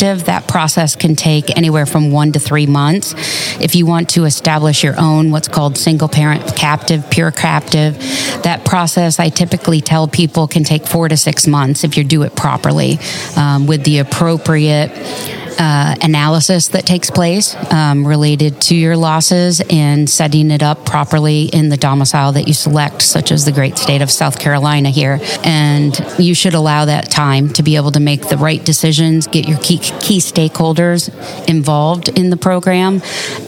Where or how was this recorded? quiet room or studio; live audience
live audience